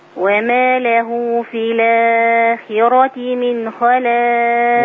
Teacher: انت عملت البدل صح مع النقل، بس الراء مرققة